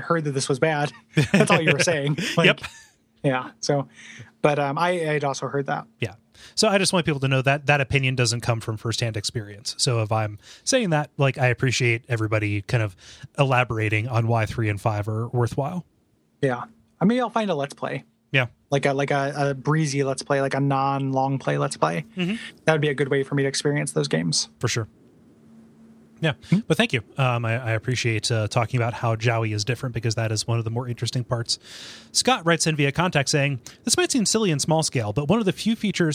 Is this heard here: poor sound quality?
no